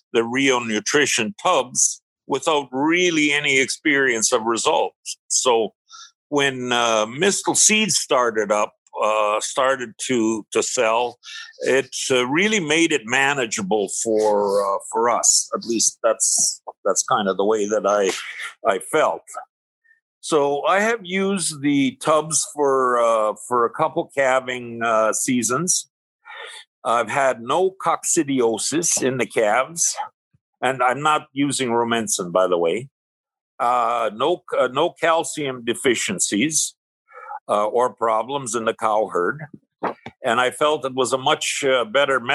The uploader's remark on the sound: Webinar Recordings